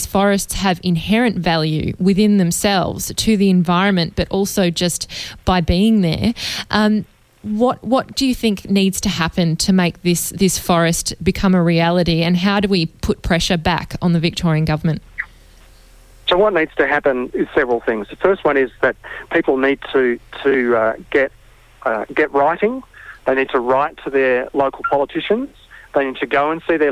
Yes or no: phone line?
yes